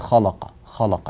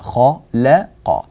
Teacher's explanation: يعني لا نؤثر على المرقق بالمفخم القوي المجاور له، مثلا وخلق الله، بعض الناس يقول وخلق الله السماوات، خلق فيفخم اللام، الخاء مفخمة نعم، القاف مفخمة نعم، بينهما لام مرققة · Shown in: second take · فلا نقول خلق خلق، لا خلق، وكذلك الواو وخلق، هكذا.